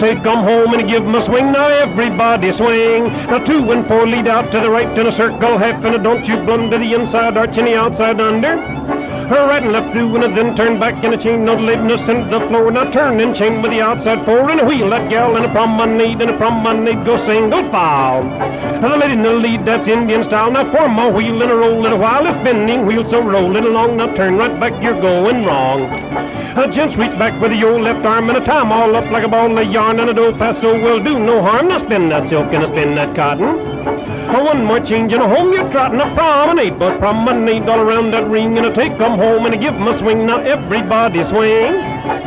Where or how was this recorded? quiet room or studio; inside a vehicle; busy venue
busy venue